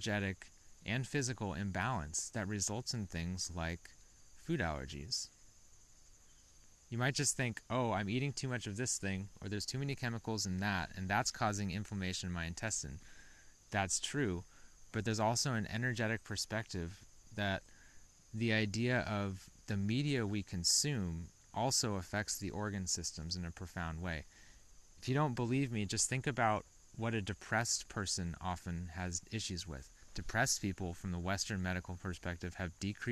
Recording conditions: outdoors